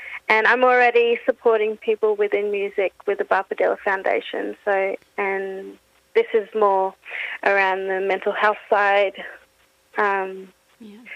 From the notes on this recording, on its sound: phones